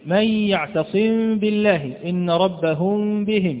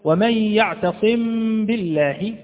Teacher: ونلاحظ عدم إطباق الشفة على أو عدم إطباق الشفتين بالكلية، نلاحظ هنا عدم إطباق الشفتين عند النطق بالميم المخفاة، يوجد بينهما انفراجة خفيفة لأنها إخفاء · Shown in: first take · وإلا لو أننا أطبقنا الشفتين لكان إظهارا، لو أننا قلنا ومن يعتصم بالله ظهرت الميم واضحة جدا، وأظنكم سمعتموها. · Term: الإخفاء الشفوي